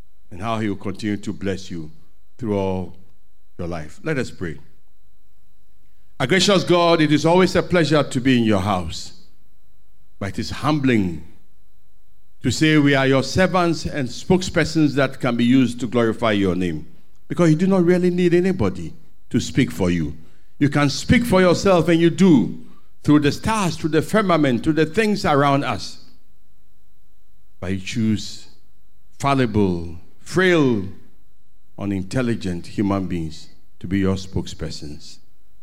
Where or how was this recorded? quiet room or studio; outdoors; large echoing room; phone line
large echoing room